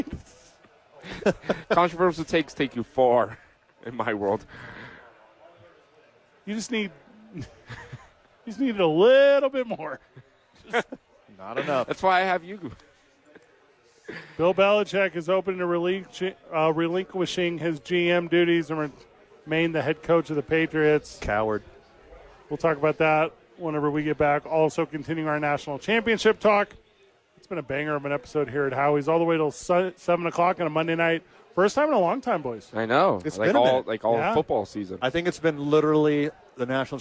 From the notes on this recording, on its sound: live from Howies watching the National Championship